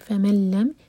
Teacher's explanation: غنہ کا، نون کی آواز بالکل نہیں ہم ادا کریں گے، मीम को सीधा लाम से जोड़ेंगे